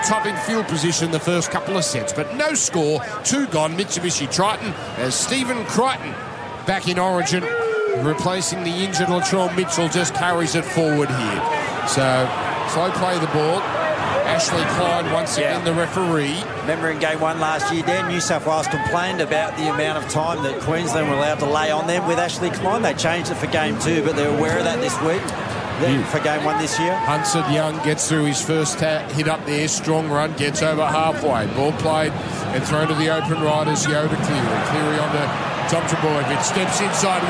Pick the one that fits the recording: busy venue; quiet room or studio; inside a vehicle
busy venue